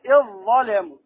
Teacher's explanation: الظاء من الهمزة المكسورة إلى الظاء المشددة، الذال دخلت في الظاء · Term: الإدغام